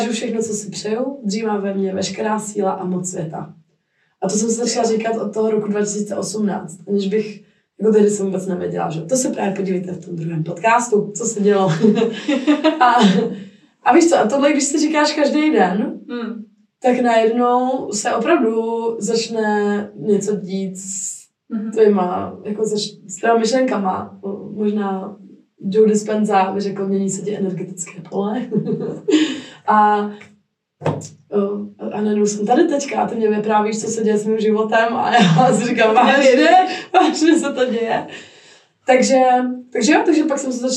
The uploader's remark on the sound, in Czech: Omlouvám se za zhoršenou kvalitu zvuku, bohužel nás provázely technické problémy.